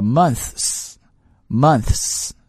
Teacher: Well, we can say month 啊，一点点 month 啊，一点点。但是呢，这个 month 讲到这儿了以后，又加了一个 s，在这个后面怎么读？很简单，拆开读啊，叫 months，months，OK，也就相当于是你先 month。然后舌头收回来，s 接着吐这个嘶的音就行了